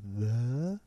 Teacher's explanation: It's got that schwa sound that sounds a little bit dull on the telephone.